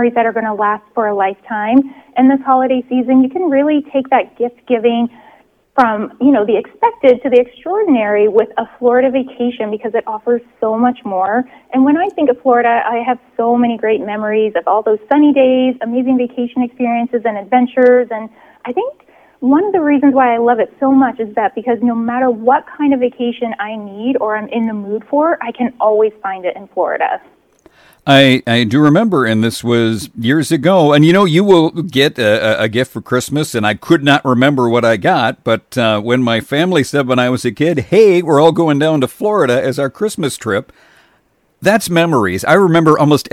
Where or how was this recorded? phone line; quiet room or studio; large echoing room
phone line